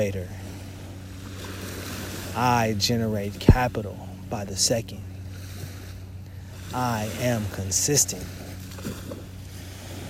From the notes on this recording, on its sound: Beach Meditation (Real Life Coastal Ambiance). This soothing meditation and affirmation was recorded at the edge of the ocean water.